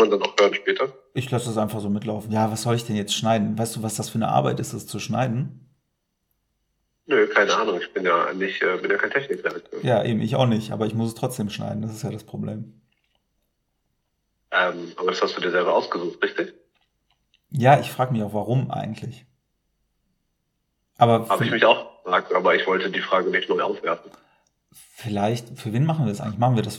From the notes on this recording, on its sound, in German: Und warum ist unsere Tonqualität so beschissen?